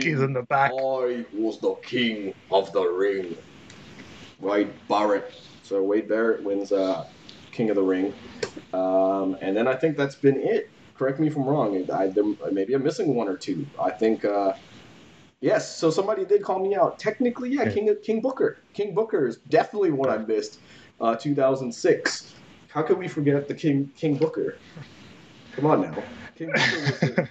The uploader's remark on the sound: my mic completely failing and my PC defaulting to my webcam mic